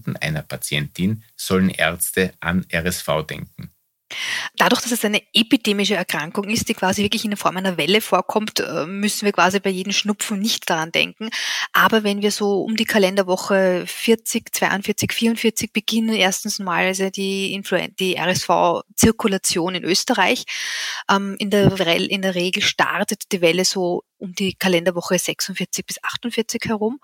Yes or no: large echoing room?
no